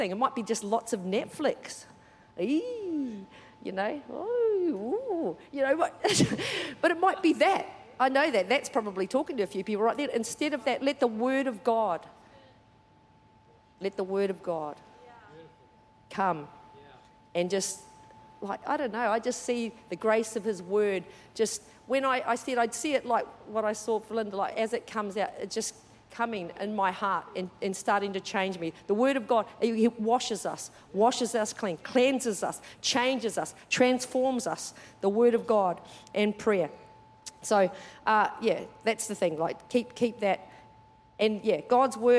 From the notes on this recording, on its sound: Recorded during our 9am service.